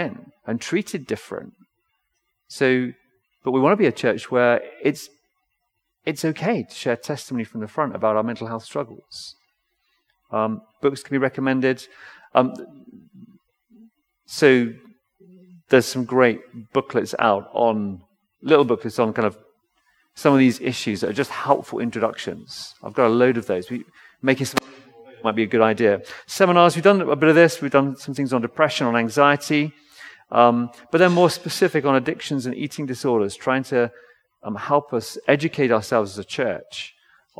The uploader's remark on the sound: Recorded L4L session in the Binscombe Church (BWS).